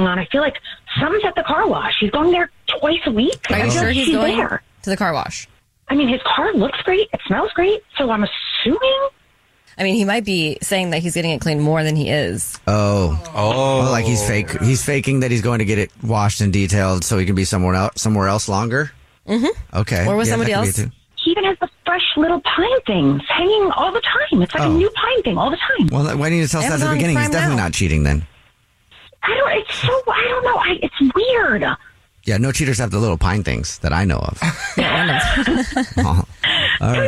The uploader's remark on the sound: on the phone